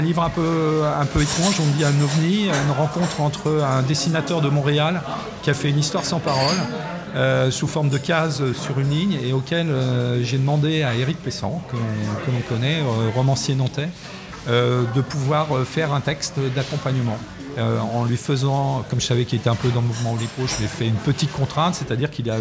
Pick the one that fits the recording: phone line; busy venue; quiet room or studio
busy venue